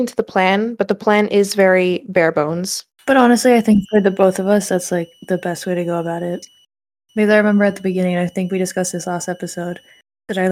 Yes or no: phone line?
no